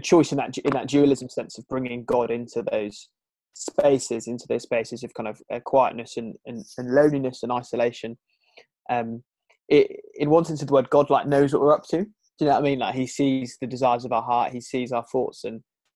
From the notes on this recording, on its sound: It was filmed over a Zoom call and so we apologise for the poorer sound quality